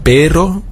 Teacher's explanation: das wird vorne etwas gerollt